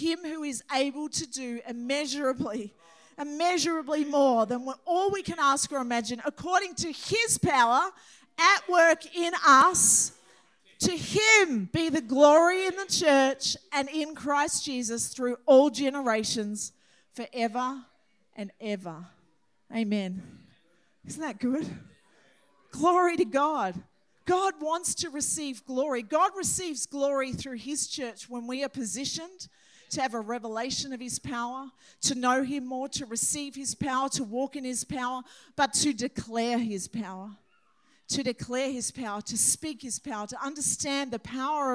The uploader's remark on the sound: This message was recorded on 08/10/2023 during the 10am Sunday service.